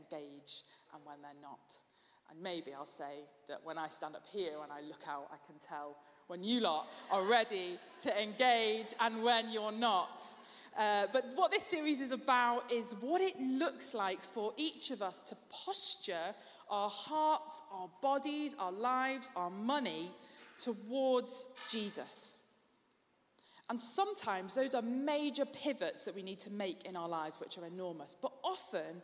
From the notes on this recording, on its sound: Streamed live at St Paul's Shadwell